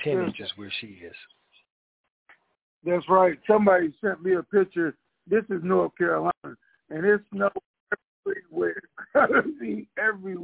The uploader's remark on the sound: TNTSuperfantastic Conference Call